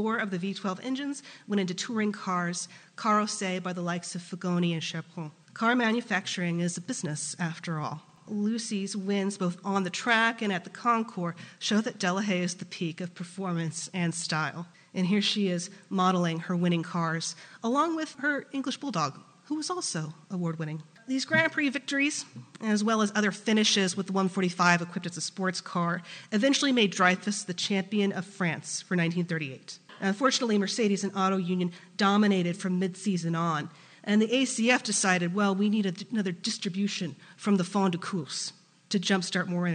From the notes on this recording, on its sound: was recorded in front of a live studio audience